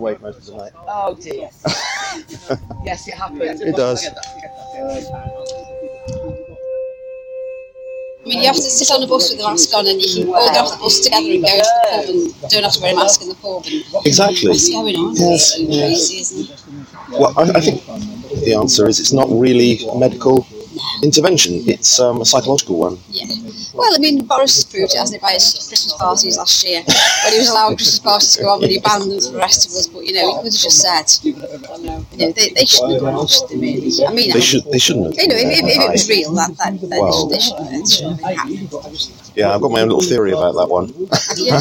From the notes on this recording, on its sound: Each Sunday morning I take part in "A Stand in the Park" in a nearby town here in Lancashire. In the form of an "audio diary". Just to give a sense of the atmosphere of the Stands. My gracious friends at the Stand, who kindly agreed to speak for this recording.